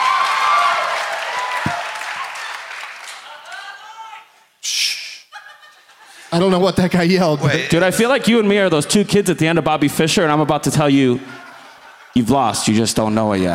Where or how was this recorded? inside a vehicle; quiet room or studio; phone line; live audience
live audience